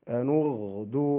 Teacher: الغين تخرج من الحلق. ومن أدنى الحلق مما يلي اللسان